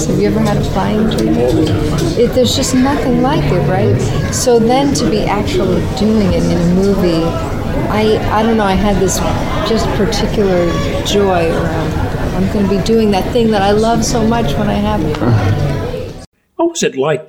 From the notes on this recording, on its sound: Recorded at SDCC.